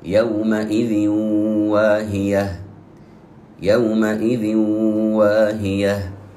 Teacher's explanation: أدغمنا الساكن الأول بالمتحرك الثاني وأعطيناه غنة قدرها حركتين